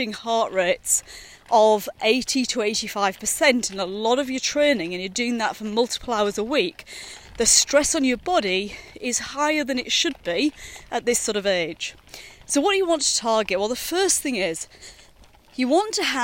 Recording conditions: outdoors